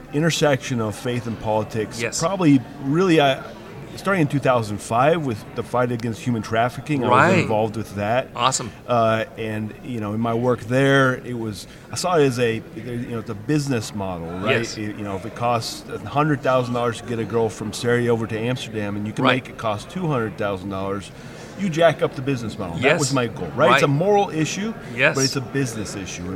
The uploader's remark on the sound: at the National Religious Broadcasters Conference